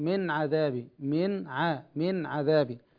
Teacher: لما تأتي النون بعدها عين يجب إظهار النون، تقولي من عذاب لا تقولي من عذاب، الصحيح من عذابي، من ع من عذابي.